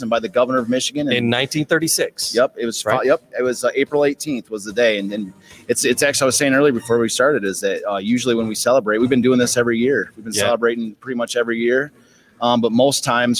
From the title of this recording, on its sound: Live from Detroit Historical Museum